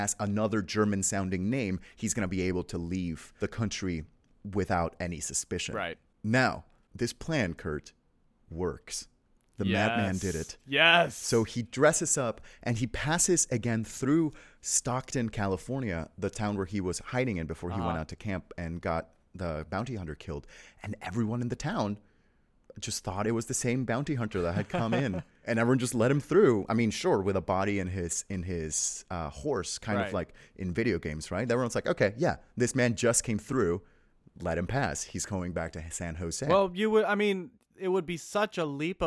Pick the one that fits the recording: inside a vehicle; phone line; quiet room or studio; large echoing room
quiet room or studio